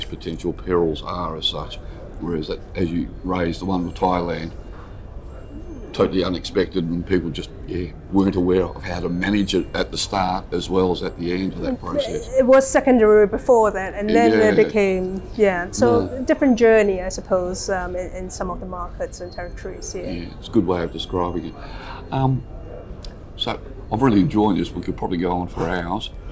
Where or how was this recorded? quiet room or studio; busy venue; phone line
busy venue